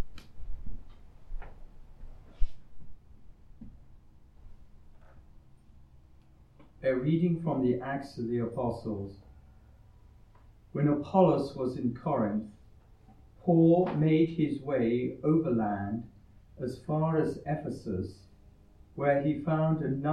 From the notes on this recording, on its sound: Recorded live at Southgate House on 22 May 2023.